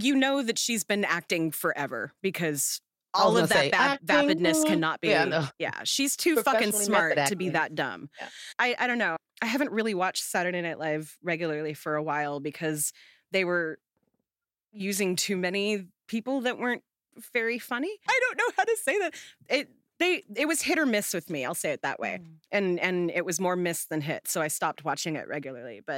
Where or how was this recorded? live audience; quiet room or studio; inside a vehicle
quiet room or studio